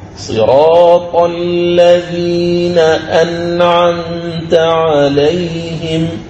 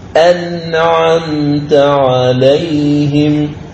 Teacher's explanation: النون جاء بعدها العين، أنعمت عليهم، فأظهرت النون الساكنة وأظهرت حرف العين · Term: الإظهار